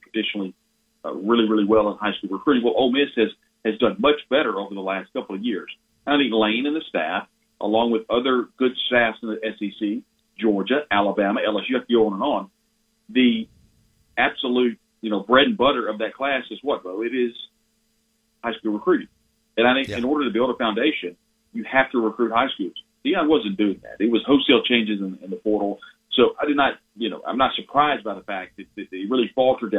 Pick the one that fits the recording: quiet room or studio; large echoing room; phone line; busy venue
phone line